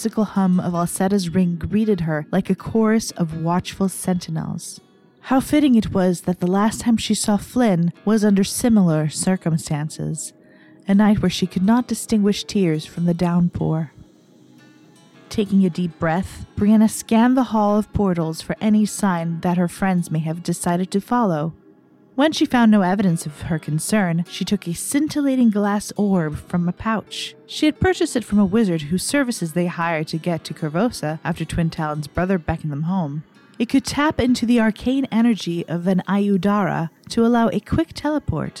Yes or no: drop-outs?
no